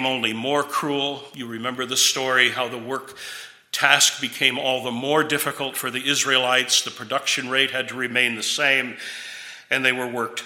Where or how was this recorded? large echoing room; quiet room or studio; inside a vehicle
large echoing room